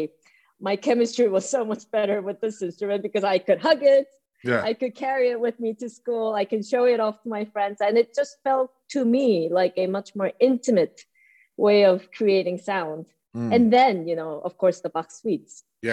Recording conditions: video call